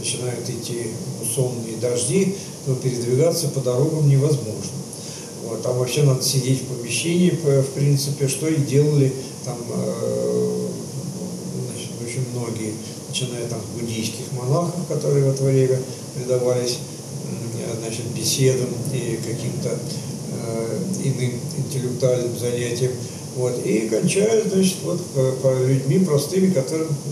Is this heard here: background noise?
yes